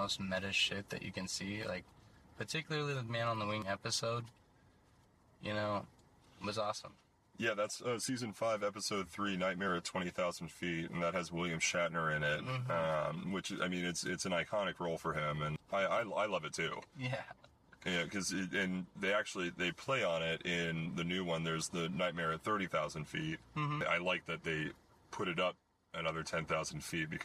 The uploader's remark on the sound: at the Kelly’s Olympian open mic